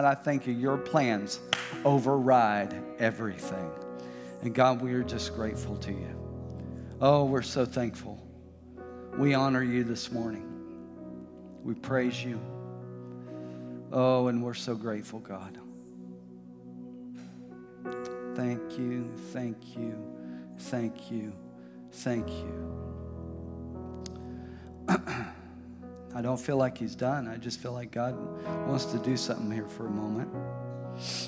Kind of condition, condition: setting, large echoing room